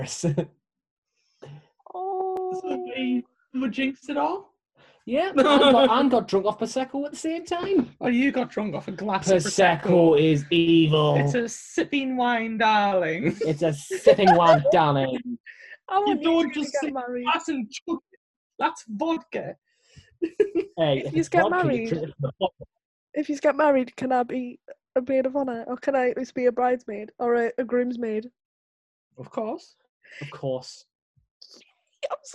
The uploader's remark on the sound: take to Zoom again